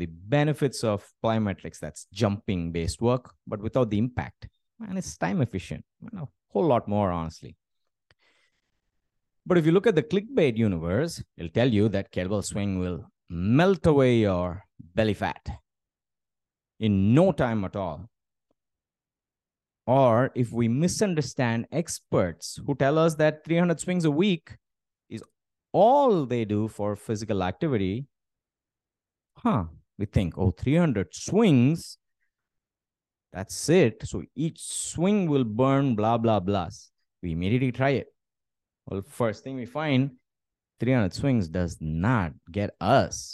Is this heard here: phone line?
no